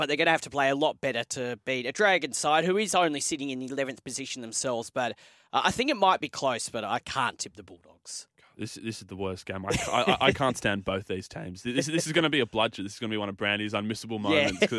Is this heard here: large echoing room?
no